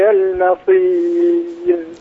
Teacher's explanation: لما قلت المصير أيضا رققت الميم فخمت الصاد